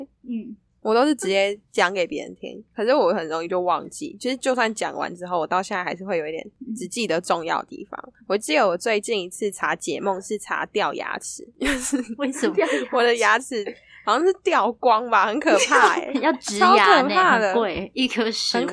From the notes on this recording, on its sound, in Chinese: 音質抱歉了快要可以見面錄音了嗚嗚。